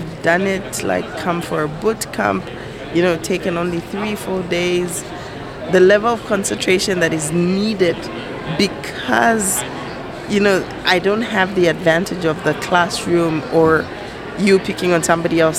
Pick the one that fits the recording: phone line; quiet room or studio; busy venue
busy venue